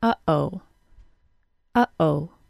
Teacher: The glottal stop is that sound in the middle of the word, uh-oh. Uh-oh. It's created when we briefly close our vocal cords deep in our throat.